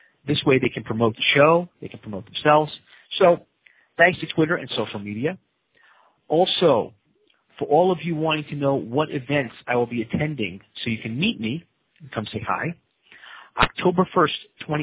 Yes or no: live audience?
no